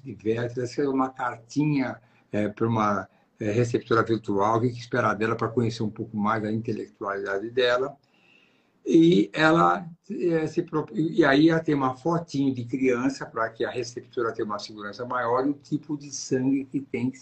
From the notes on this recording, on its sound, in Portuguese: Nesta Live realizada pelo Instagram